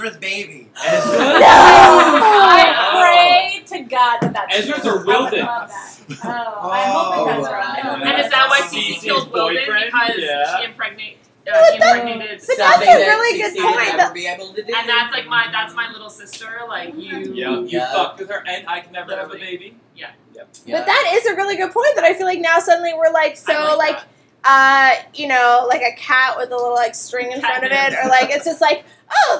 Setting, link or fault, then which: fault, background noise